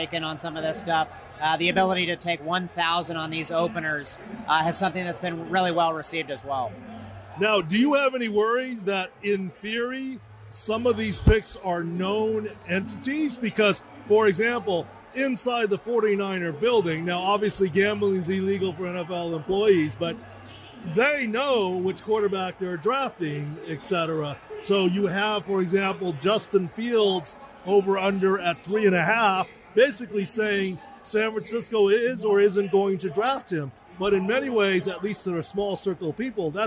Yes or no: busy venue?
yes